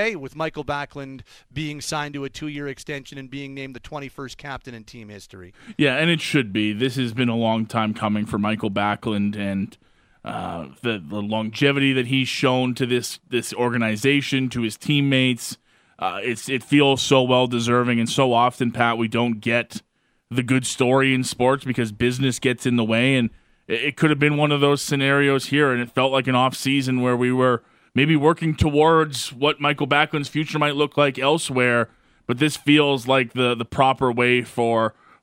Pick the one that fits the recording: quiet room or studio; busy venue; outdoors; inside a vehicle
busy venue